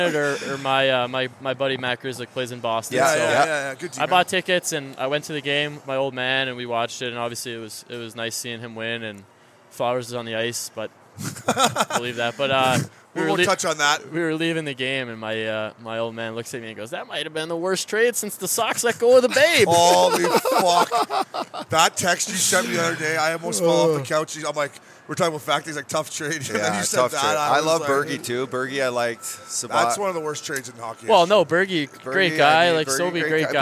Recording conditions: busy venue